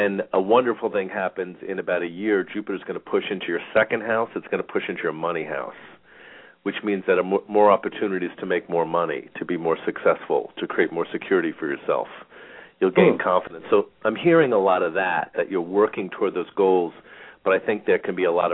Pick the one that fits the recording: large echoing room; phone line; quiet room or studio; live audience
phone line